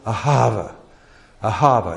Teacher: It's got this breathy sound to it.